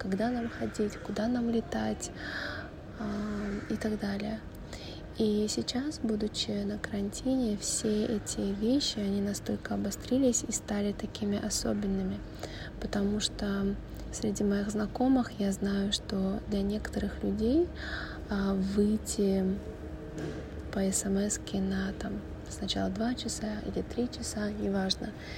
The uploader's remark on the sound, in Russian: Этот выпуск я записывала на телефонный диктофон, поэтому заранее простите за качество.